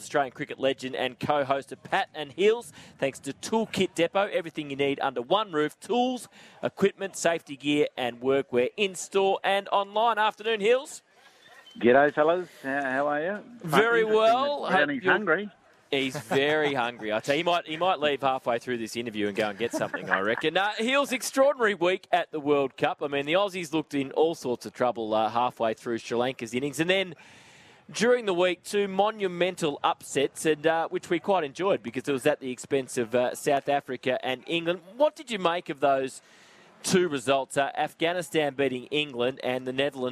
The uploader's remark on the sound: live from Sheen Panel Service Lilydale